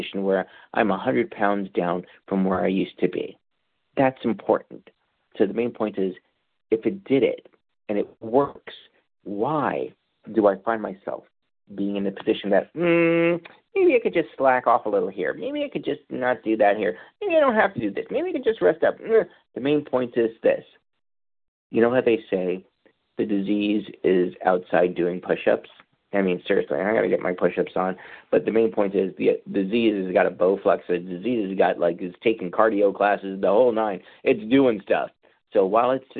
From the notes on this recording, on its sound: Qualification from the 100 Pounders Phone Meeting.